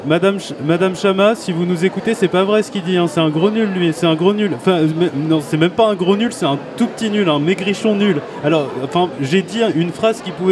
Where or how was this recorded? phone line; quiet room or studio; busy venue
busy venue